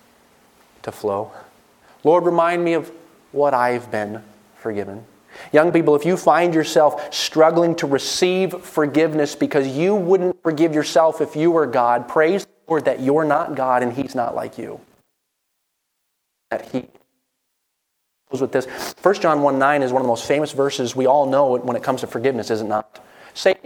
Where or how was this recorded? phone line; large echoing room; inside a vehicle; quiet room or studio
large echoing room